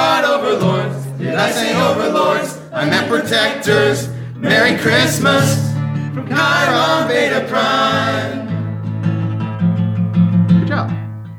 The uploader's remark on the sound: LIVE and UN-EDITED from Packrat Comics! Hear us hit our cues and perform jokes. (Hear us miss both of those too.)